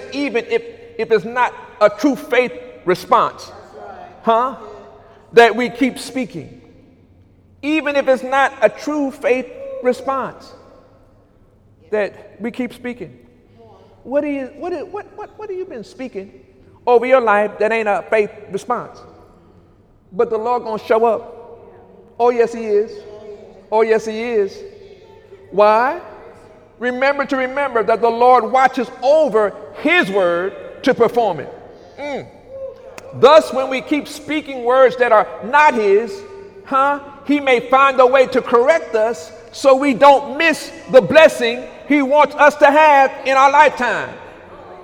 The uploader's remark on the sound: During Sunday morning service